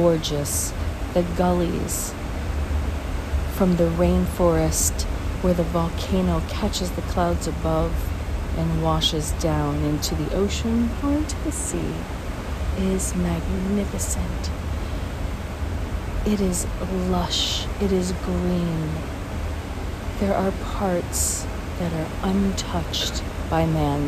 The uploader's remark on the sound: Basseterre, St. Kitts. Special Edition On Location Walk and Talk.